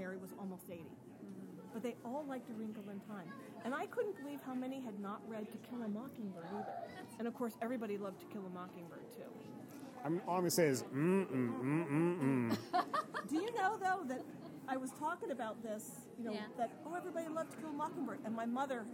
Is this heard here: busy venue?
yes